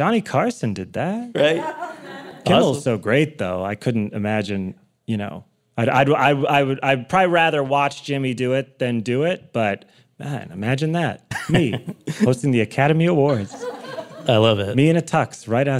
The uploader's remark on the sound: LIVE. At a celebration of the podcast's 500th episode.